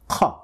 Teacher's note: In Arabic, there is just the one sound, and that comes from the letter qaf. The letter qaf produces the sound qa, which comes from the uvula. The uvula is the part which is found at the back of the roof of your mouth. · It is that soft, fleshy area, the far end, right above your throat. The qa sound is produced from a connection that happens between the raised tongue, the raised end of the tongue that is making connection with the uvula, this soft spot that we just talked about. · Term: uvular sound